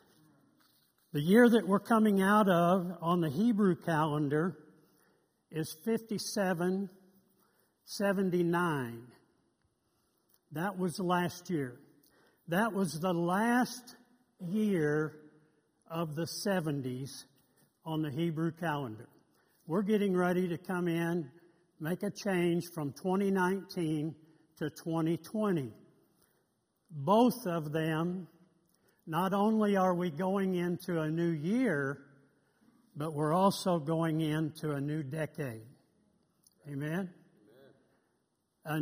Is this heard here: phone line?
no